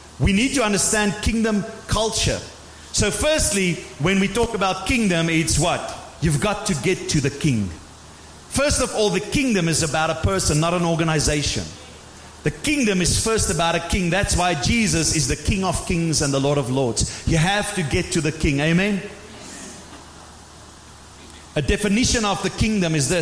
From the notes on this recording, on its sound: Sunday morning service 11 February 2024. Proton Believers - Sunday morning service.